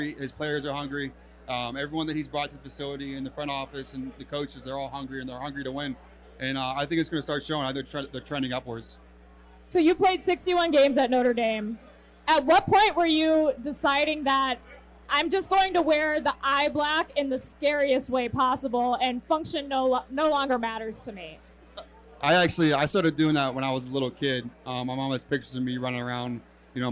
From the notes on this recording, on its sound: Livestream from O'Rourkes in South Bend. LIVE from O'Rourke's in South Bend,.